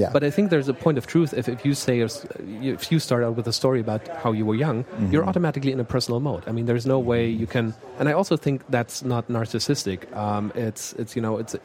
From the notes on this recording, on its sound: at the Wharton People Analytics Conference